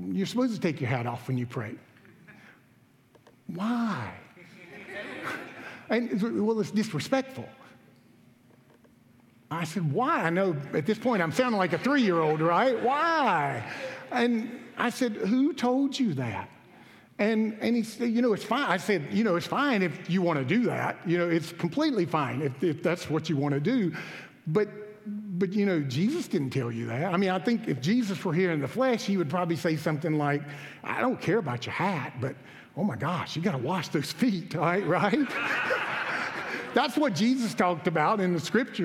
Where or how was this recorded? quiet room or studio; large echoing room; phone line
large echoing room